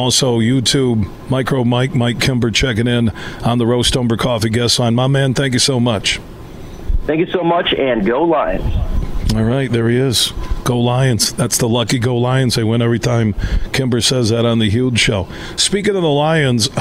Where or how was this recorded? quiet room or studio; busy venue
busy venue